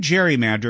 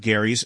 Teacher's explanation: when the term gerrymander caught on, it wasn't with the hard G sound of Gerry's surname · Shown in: second take